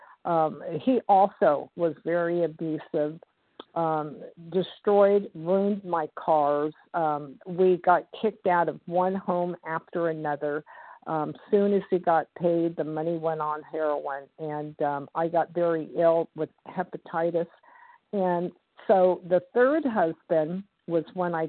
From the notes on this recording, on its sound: 100 Pounders Phone Meeting.